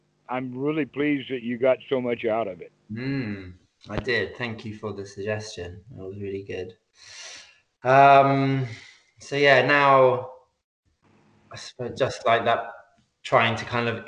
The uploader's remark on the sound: skype calls on this channel